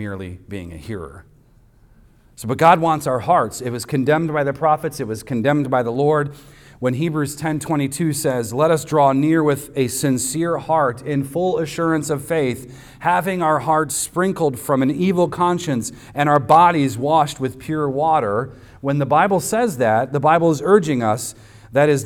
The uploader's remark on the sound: Recorded on Sunday, June 25th, 2023, at the weekly worship gathering of Cross & Crown Church.